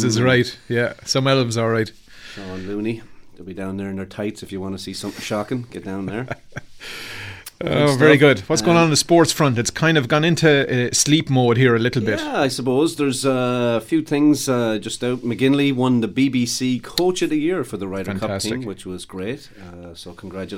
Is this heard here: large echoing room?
no